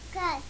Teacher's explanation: Instead of a car, it's a kai. So he says the R's is I's, essentially.